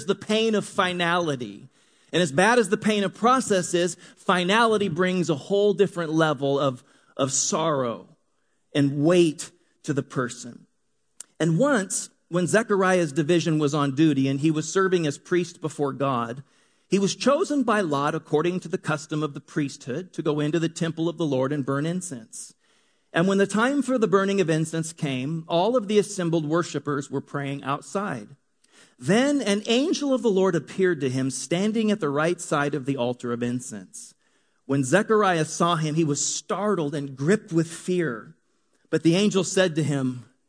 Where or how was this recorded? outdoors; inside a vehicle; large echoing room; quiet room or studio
large echoing room